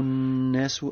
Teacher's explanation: عندنا نون مشددة فيها غنة بمقدار حركتين. إظهار الغنة فيها أو إبراز الغنة فيها.